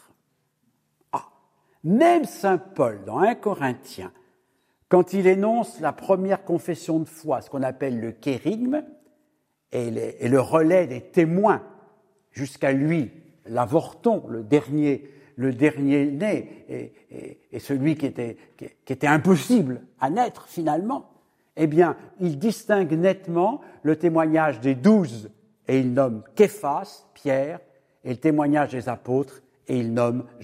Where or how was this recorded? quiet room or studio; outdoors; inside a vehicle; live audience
live audience